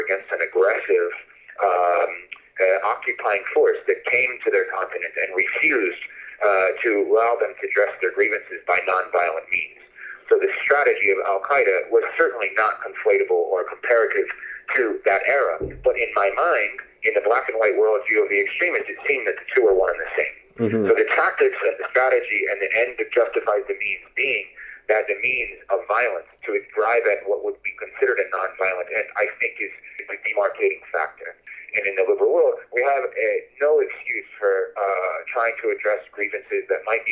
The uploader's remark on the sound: He joined me by phone from Jordan.